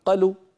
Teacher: يعني تصوروا لو قلت أنا قلوا بدل ما أقول قالوا، لو قلت قلوا، لما قلت قلوا ولم أمد الطبيعي اختفت الألف من الوجود واختفت الواو من النطق، قلوا صارت انقلبت الألف إلى فتحة والواو إلى ضمة، لذلك لم يعد لذات الحرف وجود.